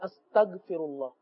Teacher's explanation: استغفار میں غین کی ادائیگی عموماً جو ہے نا وہ کمزور ادا ہوتی ہے، ہم غین کے بجائے گاف ادا کر رہے ہوتے ہیں، کیونکہ زیادہ گاف کی پریکٹس ہوتی ہے.